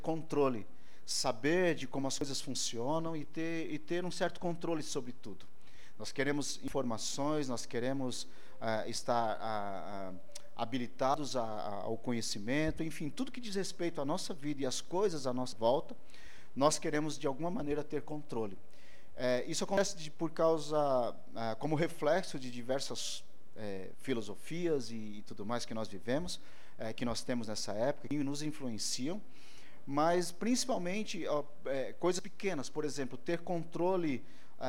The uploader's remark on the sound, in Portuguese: ÁUDIO DO CULTO